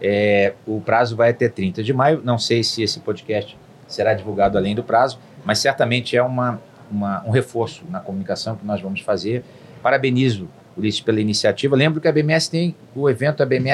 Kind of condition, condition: setting, busy venue